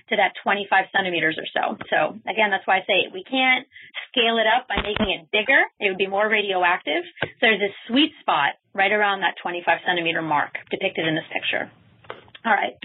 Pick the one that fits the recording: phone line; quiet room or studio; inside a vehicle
phone line